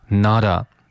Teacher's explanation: 那这个 t 呢，很显然是被浊化了，从 nota 变成了 nada